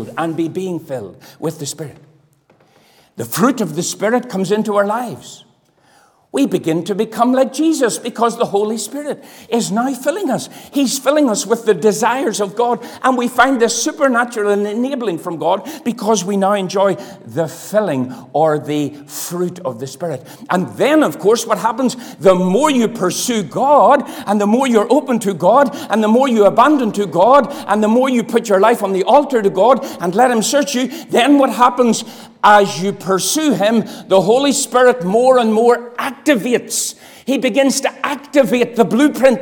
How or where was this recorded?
large echoing room